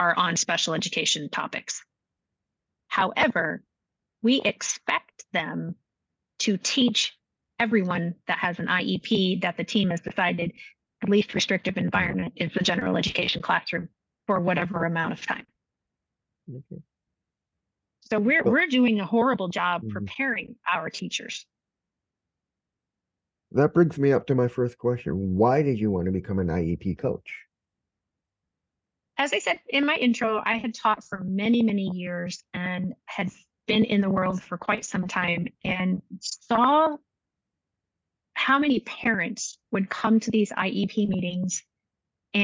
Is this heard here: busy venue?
no